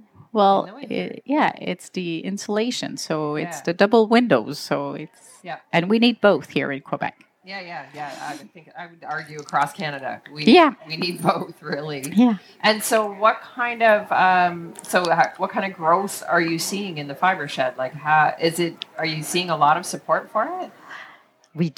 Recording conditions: busy venue